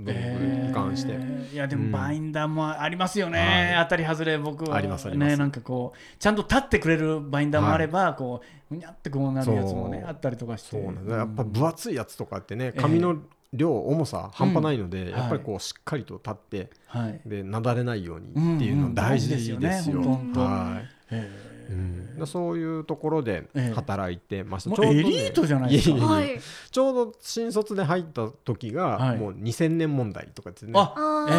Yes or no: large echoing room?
no